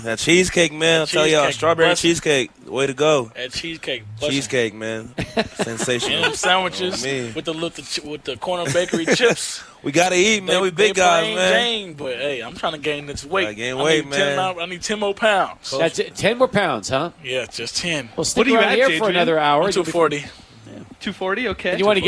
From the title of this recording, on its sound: SportsTalk Live at the Desert Institute of Sports Medicine